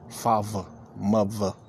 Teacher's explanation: It's a V. The TH is a V.